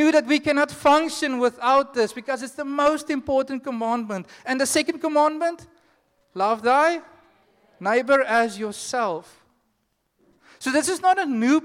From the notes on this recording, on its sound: Joshua Generation Church Wellington AM congregation